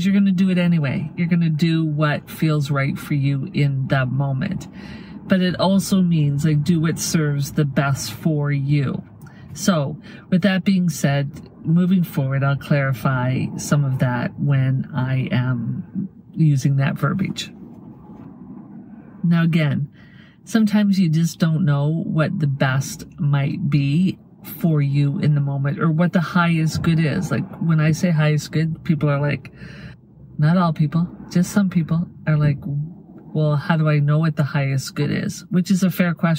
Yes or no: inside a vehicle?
yes